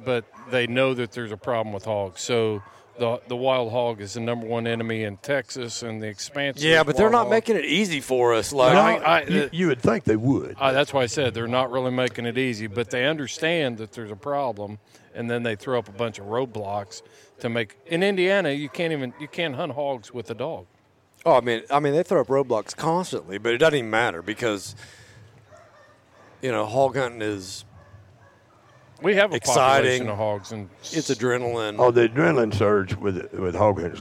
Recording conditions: outdoors